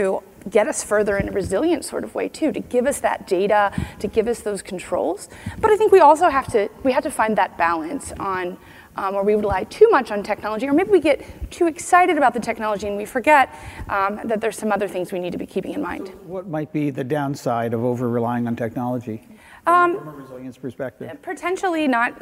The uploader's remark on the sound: The best of live interviews from GreenBiz events.